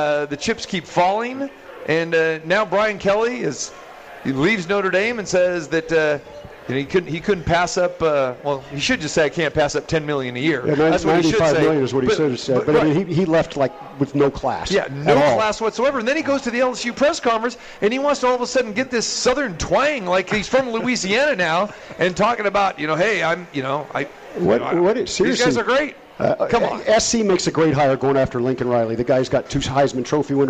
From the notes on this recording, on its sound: Live from The Cosmopolitan of Las Vegas